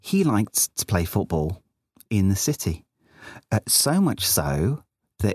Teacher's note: It's kind of quite breathy, like you're like auditioning for the Archers. It's quite inappropriately sexy.